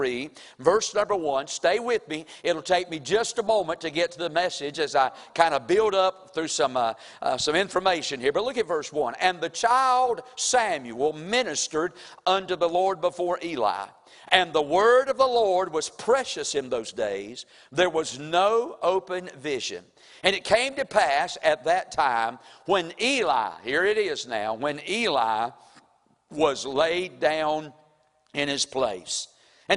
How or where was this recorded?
large echoing room